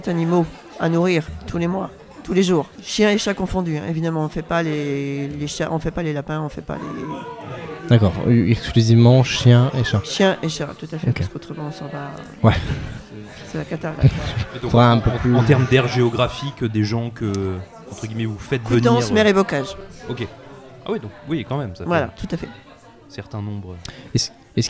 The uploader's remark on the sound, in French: Enregistré en public aux trois piliers.